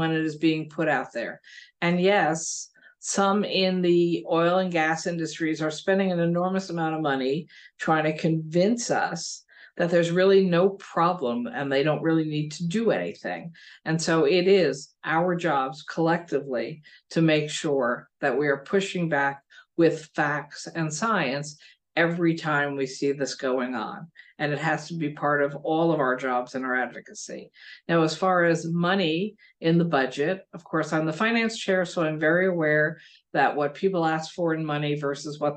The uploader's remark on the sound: NY Renews held a virtual ‘Climate State of the State’ press conference.